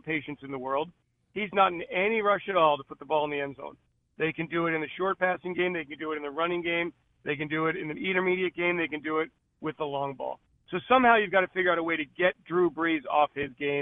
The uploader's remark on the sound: Called in to hep us preview Eagles Saints.